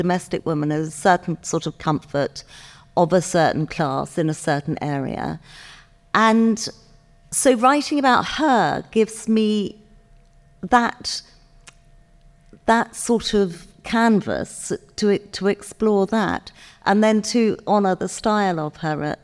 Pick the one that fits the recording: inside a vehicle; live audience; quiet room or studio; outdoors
live audience